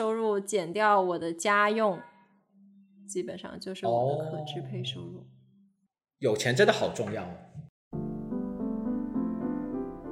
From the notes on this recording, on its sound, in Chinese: 录制节目的时候由于场地原因，回音较大，请大家多担待。